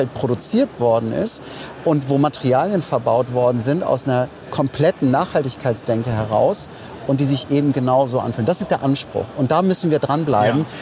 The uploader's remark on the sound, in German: Auf dem diesjährigen Greentech Festival in Berlin